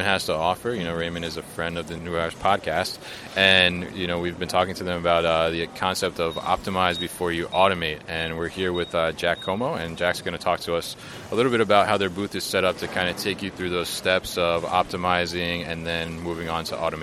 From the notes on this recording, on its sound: at The Raymond Corporation's MODEX 2020 booth